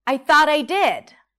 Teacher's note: Stress is on did. That's a lax I sound.